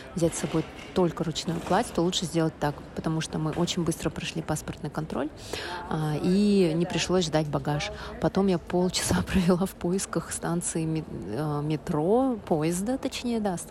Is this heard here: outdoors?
yes